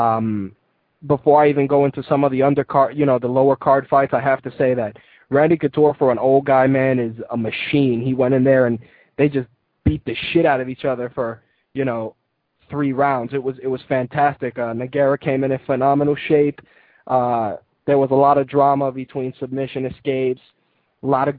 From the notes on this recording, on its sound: Call in guest